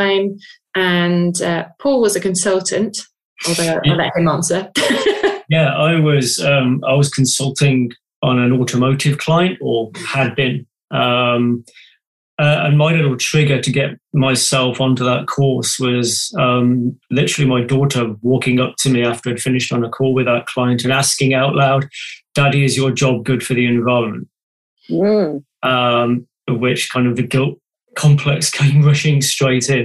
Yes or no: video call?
yes